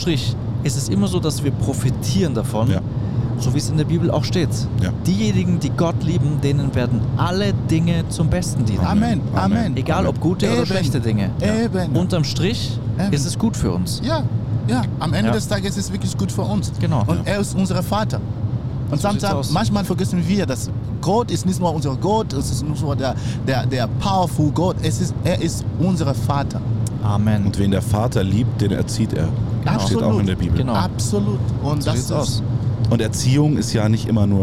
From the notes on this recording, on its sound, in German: wir sind unterwegs auf den deutschen Straßen und nehmen LIVE auf dem Weg zu einem Einsatz in Ludwigshafen diese Podcastfolge auf.